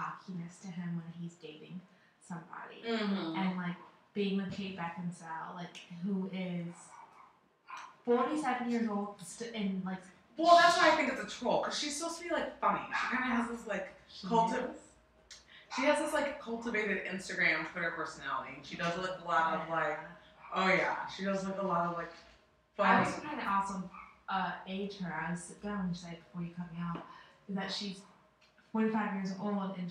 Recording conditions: poor sound quality